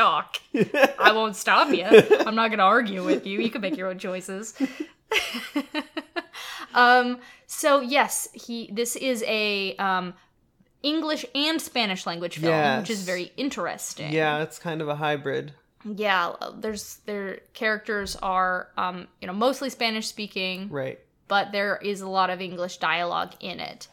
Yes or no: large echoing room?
no